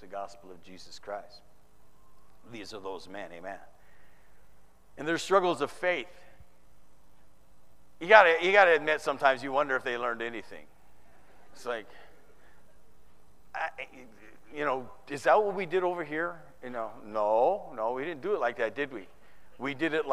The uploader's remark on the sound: Preached in the 2013 San Antonio TX Conference